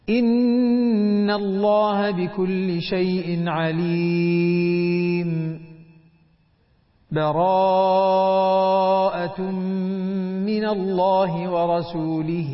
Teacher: وجه السكت بين الأنفال وبراءة كما قلت سكتة لطيفة بدون تنفس